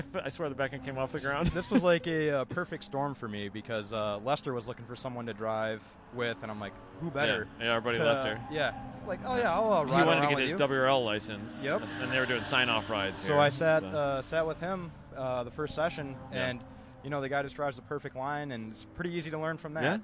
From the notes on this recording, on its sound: Multiple interviews and hang outs recorded live, after Gridlife Trackdays at Road America was complete for the day.